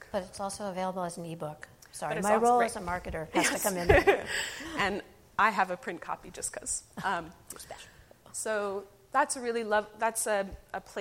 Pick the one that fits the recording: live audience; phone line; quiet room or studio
live audience